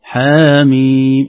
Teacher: الميم فيها مد طويل، لكن الحاء مد طبيعي جدا